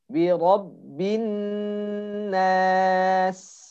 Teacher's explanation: Jadi harus dialirkan udara, alirkan suara, dan diberikan desis pada huruf sin.